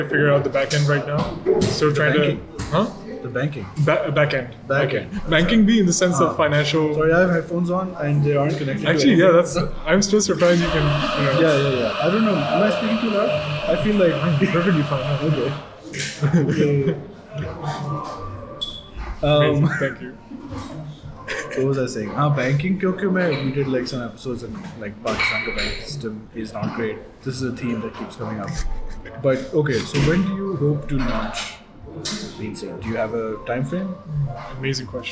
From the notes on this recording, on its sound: In a LIVE episode in possibly the noisiest cafe we could find.